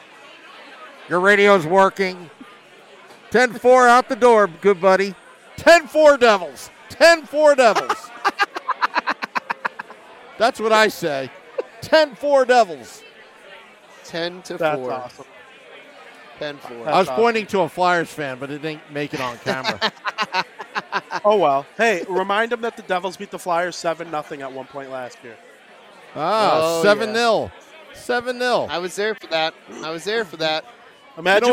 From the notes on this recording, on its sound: Live from American Whiskey.